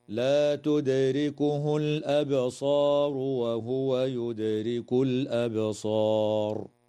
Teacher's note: تقلقل الدال في كلمة تدركه وفي كلمة يدرك، وكذا تقلقل الباء في كلمة الأبصار في الموضعين، وتظهر لام التعريف في هذه الكلمة في موضعيها.